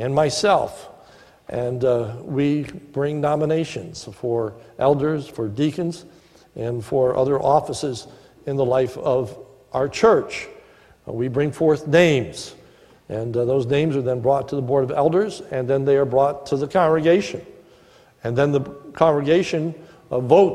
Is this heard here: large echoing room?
yes